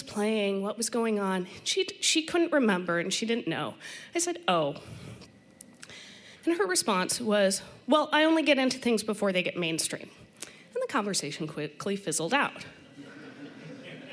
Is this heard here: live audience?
yes